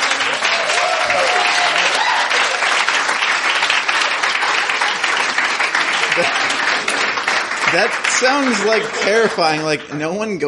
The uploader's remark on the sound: Sunny Los Angeles welcomed us with open arms and packed houses, like the one at this Your Stories show we recorded at Dinosaur Coffee in Silver Lake.